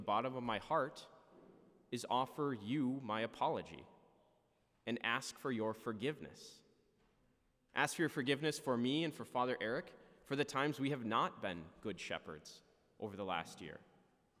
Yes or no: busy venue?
no